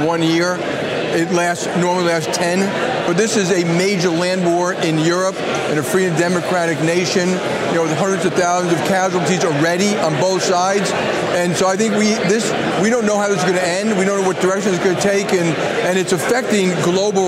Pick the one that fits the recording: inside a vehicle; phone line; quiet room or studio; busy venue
busy venue